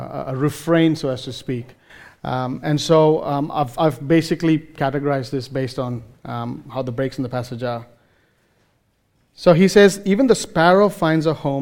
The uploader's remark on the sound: recorded live at Grace Community Bible Church